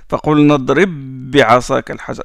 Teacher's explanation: le ba qui porte le sukun, il s'insère complètement dans le deuxième et le deuxième porte la shadda. On appuie sur le ba. · Term: idgham